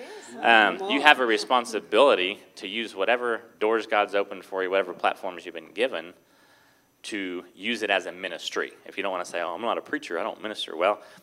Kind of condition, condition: setting, large echoing room